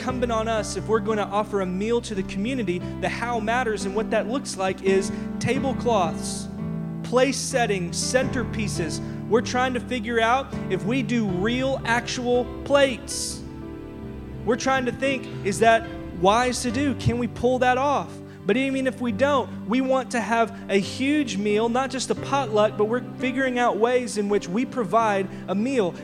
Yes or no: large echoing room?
yes